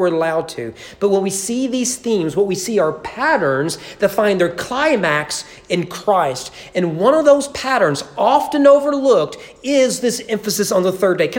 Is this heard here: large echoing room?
yes